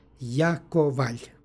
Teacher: Prisvojni pridev obrazovan od imena Jakov i kod ovih prisvojnih prideva L se na kraju jotuje i izgovor je lj. S druge strane, pošto je sonat na kraju reči, a ispred njega suglasnik, u ovom primjeru to je također sonant, dodaje se nepostojano a, stoga je izgovor Jakovalj.